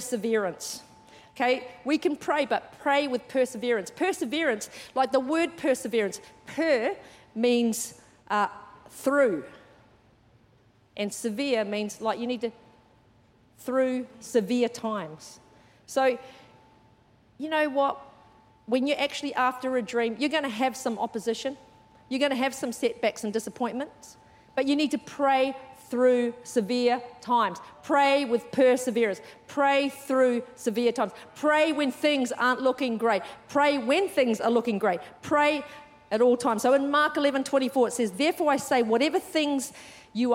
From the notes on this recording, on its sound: Recorded during our 9am service on Sunday, the 7th of January 2024. C3 Powerhouse.